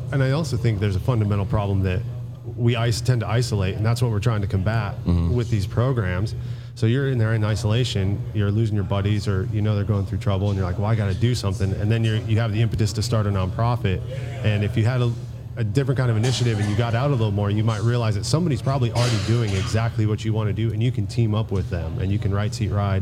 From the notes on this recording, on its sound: Taped at Line Creek Brewing Co., Fayetteville, GA.